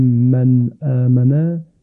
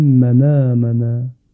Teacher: حرکت همزه منتقل می شود، نقل می شود به ساکن قبل و همزه حذف میشه · Shown in: second take · Term: نقل و حذف همزه